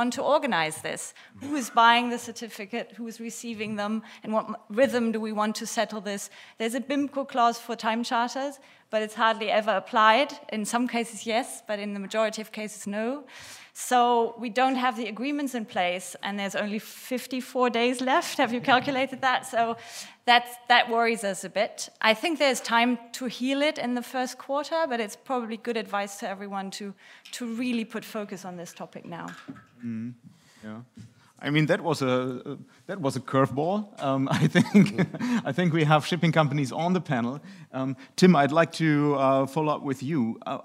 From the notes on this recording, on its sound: PANEL at the 3rd Annual German Maritime Forum, Hamburg, Germany. At the Radisson Blu Hotel in Hamburg, Germany.